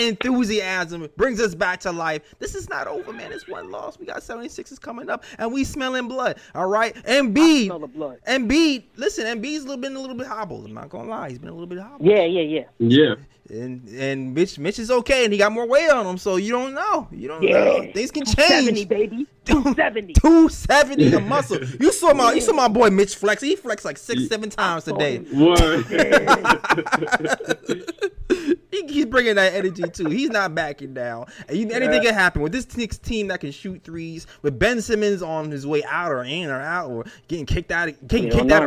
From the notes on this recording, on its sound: Live Stream | Live Call. LIVE after the game while taking phone calls from listeners.